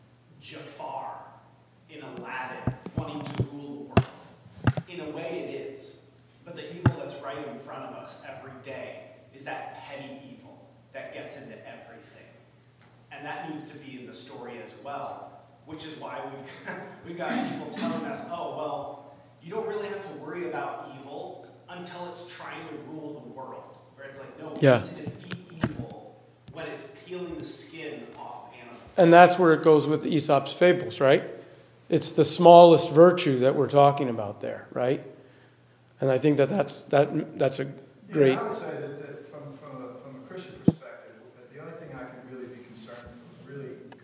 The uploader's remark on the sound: The sixth plenary talk from our conference, The Good Worth Fighting. The sixth plenary talk from our conference, The Good Worth Fighting.